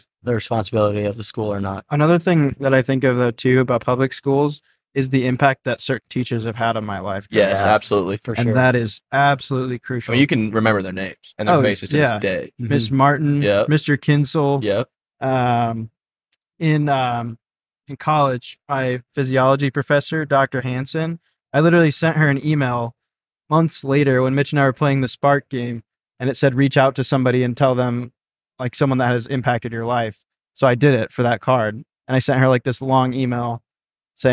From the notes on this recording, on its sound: In total five hours of recording was captured on the ride back.